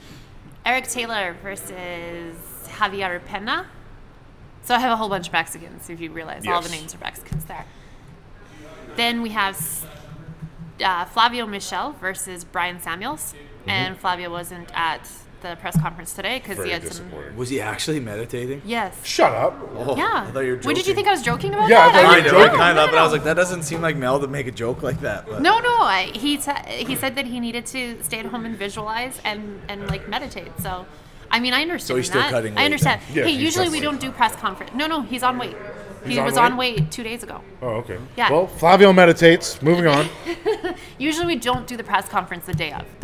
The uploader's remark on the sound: Live show today from Champs Gym for the KO Boxing 81 Press Conference